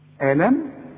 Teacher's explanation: الميم ساكنة عليها السكون ما فيهاش غنة